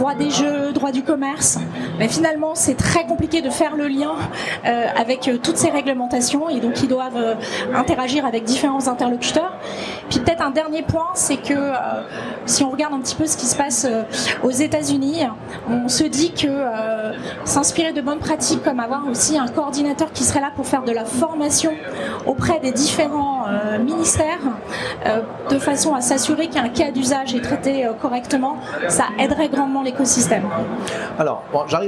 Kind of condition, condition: setting, live audience